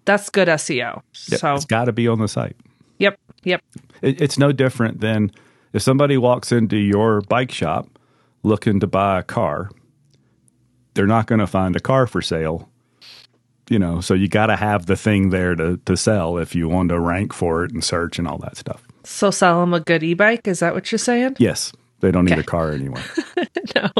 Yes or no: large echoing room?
no